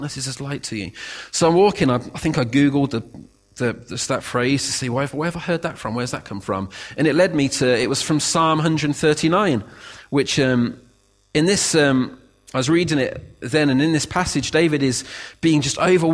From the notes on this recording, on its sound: Recorded at freedomcentre church, Preston on Sunday 7th May 2017